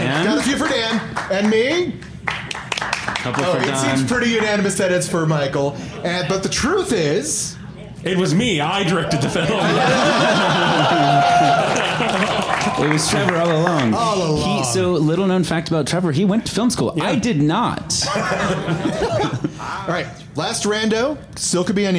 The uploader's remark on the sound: Live At BiggerVegas!